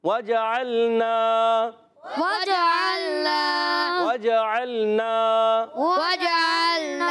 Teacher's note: عین کا مخرج حلق کا درمیان والا حصہ یاد رکھنا ہے